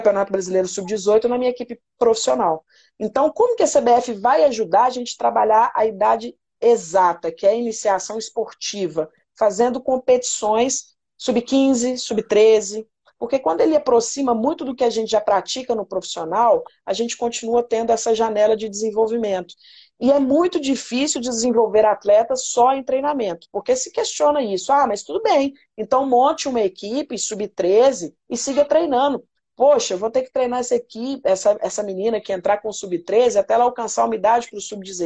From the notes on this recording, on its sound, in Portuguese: Rolou uma live no meu instagram